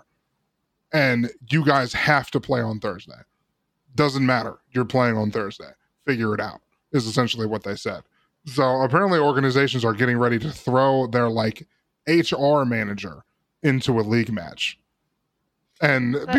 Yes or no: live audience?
no